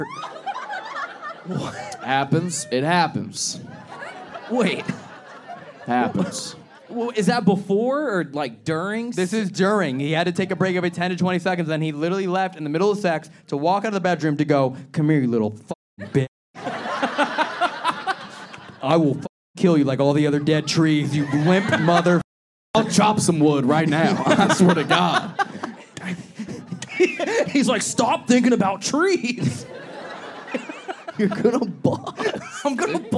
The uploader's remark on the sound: This episode was filmed in front of a live audience at a comedy club.